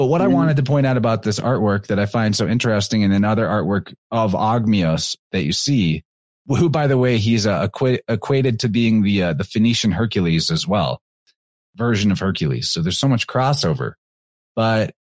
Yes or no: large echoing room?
no